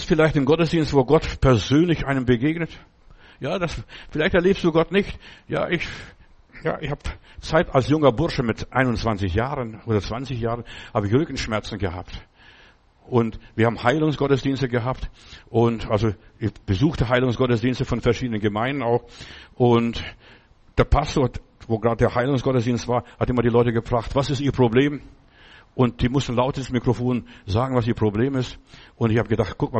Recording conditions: large echoing room